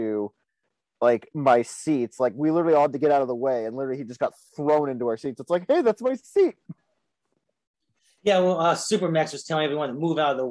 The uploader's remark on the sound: comes by the show via Zoom